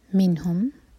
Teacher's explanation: نون پر اظہار اور جھٹکا نہیں ہونا چاہیے